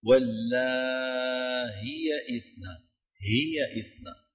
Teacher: حذف الياء الأخيرة وتسهيل الهمزة